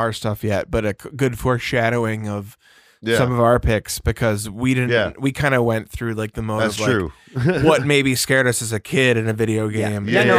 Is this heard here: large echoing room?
no